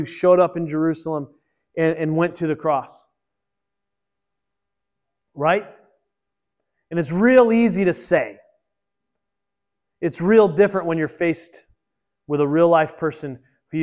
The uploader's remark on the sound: Originally recorded at Peace Presbyterian Church in Flint, MI.